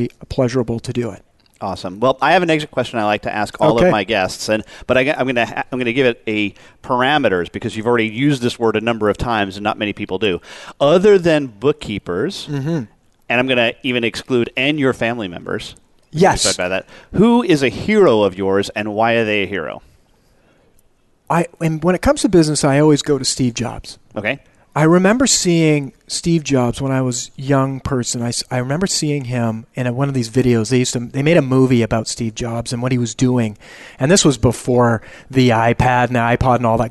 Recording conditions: busy venue